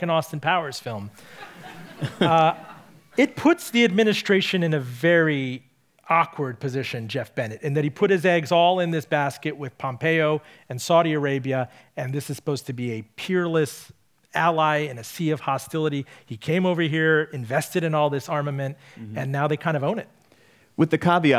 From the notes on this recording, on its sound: Recorded for an audience at Virginia's Museum of History and Culture.